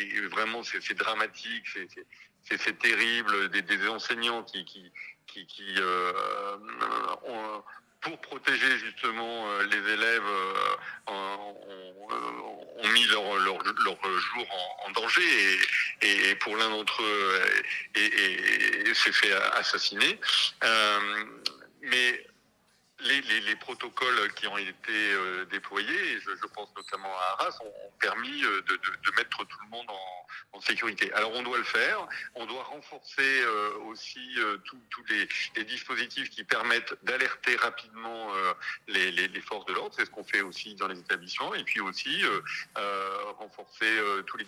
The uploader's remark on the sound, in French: Pour cette nouvelle semaine de direct Radio2B On Air. Par téléphone.